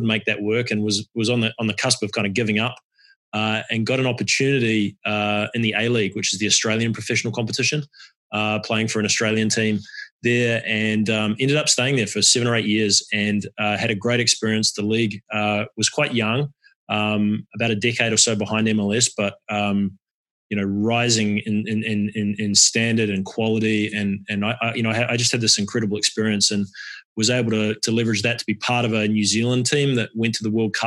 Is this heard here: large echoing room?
no